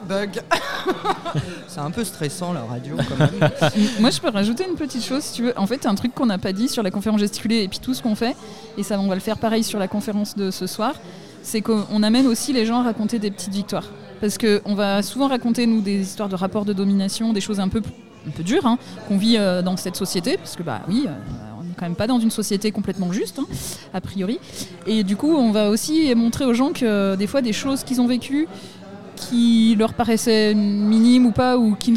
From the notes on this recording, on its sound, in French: Festival "Agitons Nos Idées" Conférences Gesticulées. L’émission de radiophonique, présente sur le dernier jour de festival à la MJC Saint-Just, a rassemblée au micro plusieurs invité.es comme des gesticulant.es programmé.es sur le festival, les organisateur.trices de l’événement ou encore un collectif de clowns !